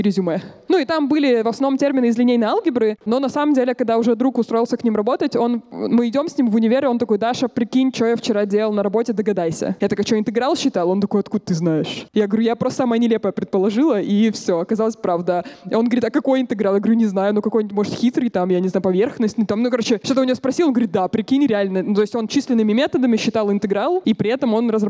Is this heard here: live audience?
yes